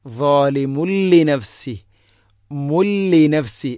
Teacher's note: തൻവീനിനെ ലാമിലേക്ക് കൂട്ടിലയിപ്പിക്കുമ്പോൾ തൻവീനിൻ്റെ ശബ്ദം ഉണ്ടാവരുത്. ളാലിമുല്ലിനഫ്സി, മുല്ലിനഫ്സി, മീമിന് ലൊമ്മിട്ടാൽ എങ്ങനെയാണോ വായിക്കുക ആ ശബ്ദമാണ് വേണ്ടത്. · Term: ഇദ്ഗാം ബിലാഗുന്ന